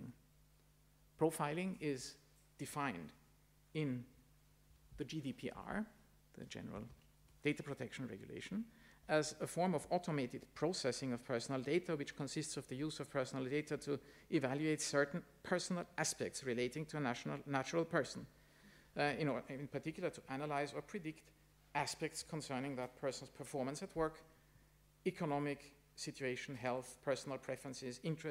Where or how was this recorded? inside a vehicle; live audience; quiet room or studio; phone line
live audience